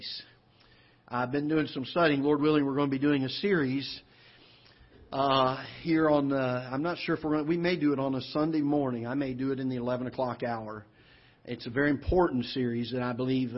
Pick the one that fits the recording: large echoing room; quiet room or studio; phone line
large echoing room